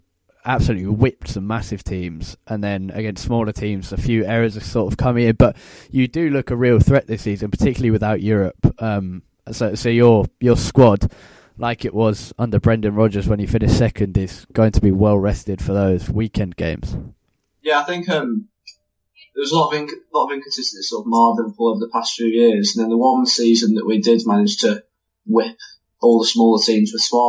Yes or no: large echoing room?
no